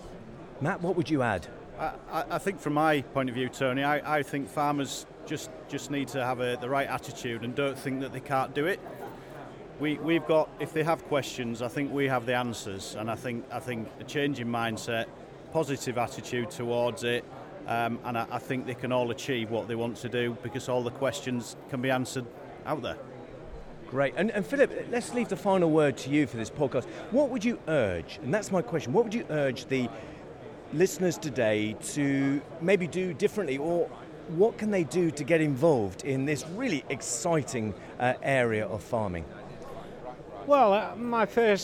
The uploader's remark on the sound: Live from the Engine Room. Today we are at the World Biogas Expo at the NEC in Birmingham.